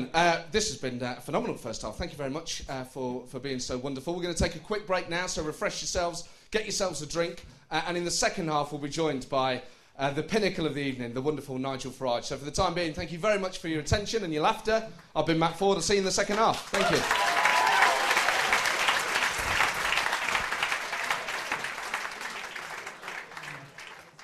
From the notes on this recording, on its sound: Recorded live at the St James Theatre.